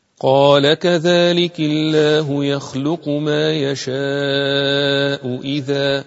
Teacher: لما قرأتها بحفص عن عاصم لما التقت الهمزة الأولى بالهمزة الثانية نطقنا الهمزة الثانية، يعني حققنا الهمزة الثانية